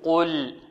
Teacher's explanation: إذن القاف مفخمة واللام مرققة، لابد من تخليص القاف من اللام